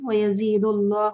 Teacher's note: جو لام ہے اس کو ہیوی پڑھنا ہے کیونکہ اس سے پہلے جو ہے دال پر دمہ ہے